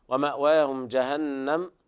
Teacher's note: إظهار شفهي لوقوع الجيم بعد الميم الساكنة